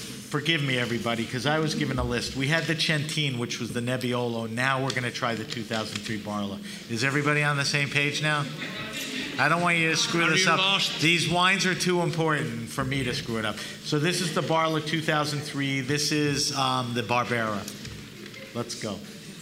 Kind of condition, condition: setting, busy venue